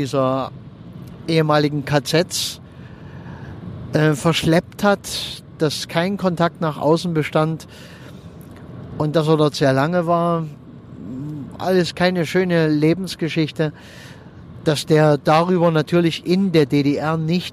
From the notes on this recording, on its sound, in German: wenn ich mit meinem Aufnahmegerät am Straßenrand im Auto sitze, wenn ich während der Autofahrt aufnehme oder sonstwie, dann ist die Aufnahmequalität etwas gemindert.